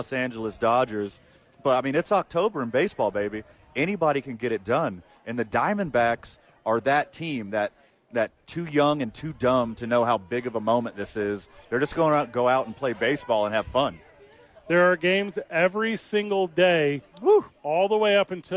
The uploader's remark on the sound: live at Santa Fe Brewing for TNF